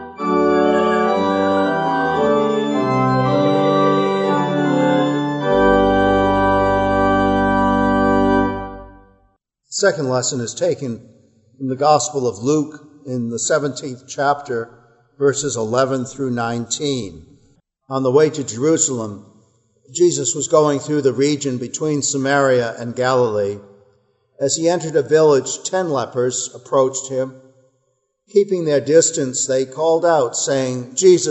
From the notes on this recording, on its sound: Our worship service at the Old First Church in Bennington, Vermont, November 22, 2020